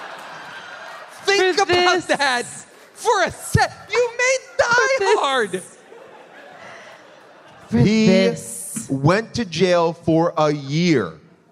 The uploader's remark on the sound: LIVE from the VETS in Providence, Rhode Island